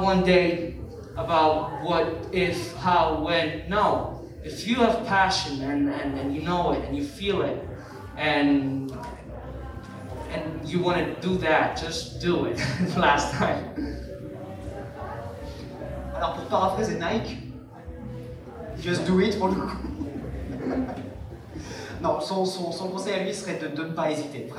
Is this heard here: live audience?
yes